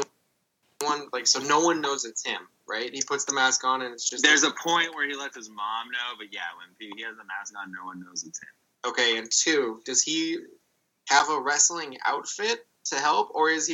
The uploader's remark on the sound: We tried recording this episode on Skype and ran into a number of issues with the audio saving/skipping randomly so I edited it the best I could.